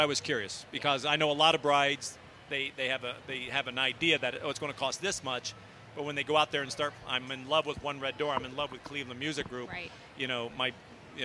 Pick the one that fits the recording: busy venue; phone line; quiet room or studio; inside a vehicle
busy venue